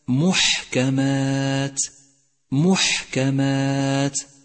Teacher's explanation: لاحظ صفة الهمس لحرف الحاء في كلمة محكمات محكمات، وهي صفة تزيد في وضوح الحرف، وحروف الهمس هي فحثه شخص سكت.